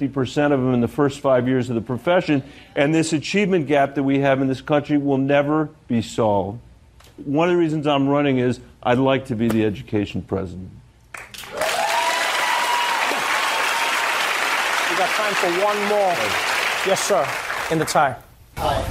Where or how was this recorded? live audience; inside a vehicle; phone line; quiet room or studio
live audience